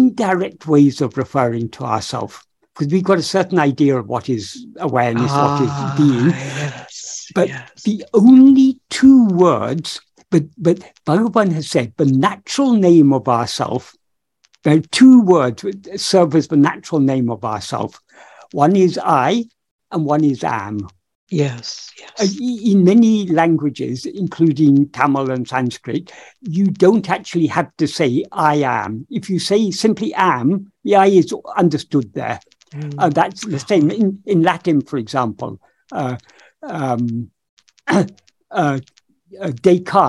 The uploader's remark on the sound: In a Zoom meeting with the San Diego Ramana Satsang on 7th August 2022